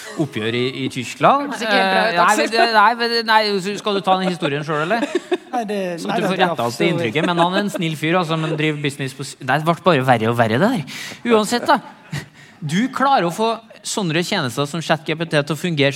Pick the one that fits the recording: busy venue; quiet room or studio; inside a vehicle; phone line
busy venue